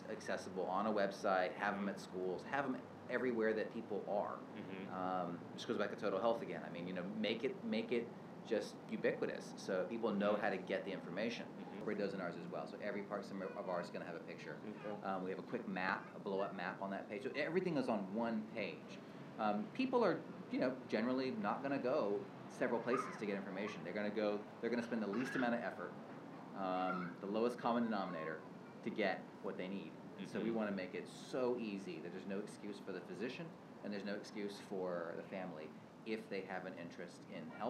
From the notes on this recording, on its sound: this is my first park podcast.